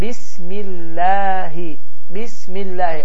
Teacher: Amma əgər Allah sözündən əvvəl gələn hərfin hərəkəsi kəsrə, yəni i olarsa, bu zaman Allah sözü incə bir şəkildə tələffüz olunar.